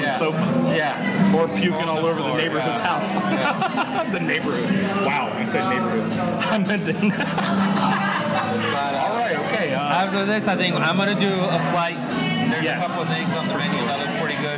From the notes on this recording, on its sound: LIVE from Due South Brewing - Copperpoint Brewing - Mathew’s Brewing. LIVE from 3 South Florida Staples...